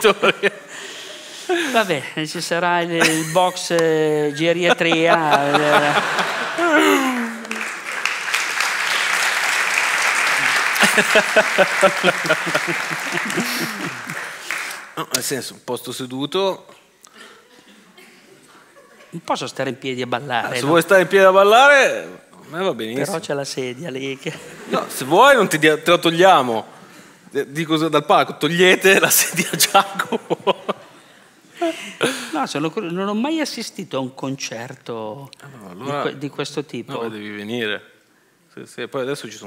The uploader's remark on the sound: a raccontarsi sul palco del PoretCast